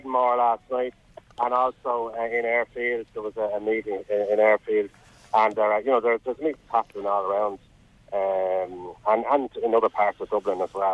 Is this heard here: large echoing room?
no